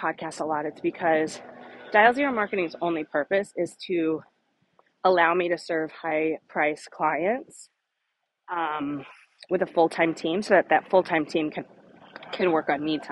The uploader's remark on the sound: Walk & Talk.